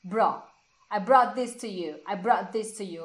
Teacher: você não vai ouvir o T. Você vai ouvir só o bro.